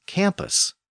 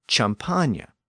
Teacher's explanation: That K sound at the beginning turned into a CH sound.